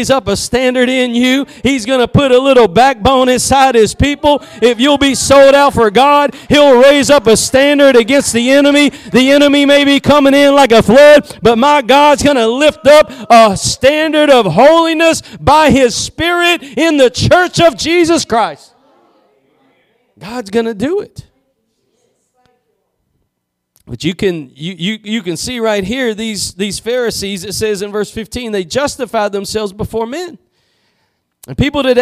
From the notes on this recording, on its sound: Preached at Gospel Lighthouse in Bossier City, La.